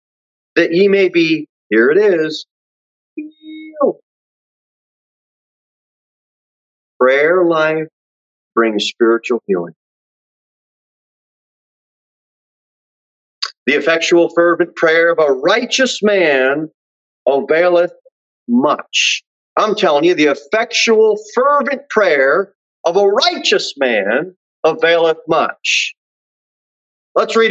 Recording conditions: large echoing room